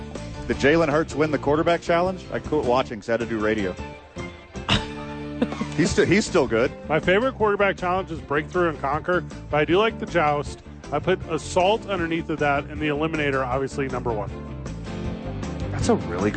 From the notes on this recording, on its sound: live at Sadies pregaming Super Bowl.